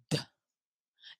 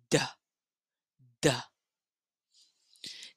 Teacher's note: the air is briefly prevented from leaving the vocal tract when the tip of the tongue passes against the tooth ridge while the sides of the tongue press against the upper teeth. So, you start with the tongue against the tooth ridge. · Term: D sound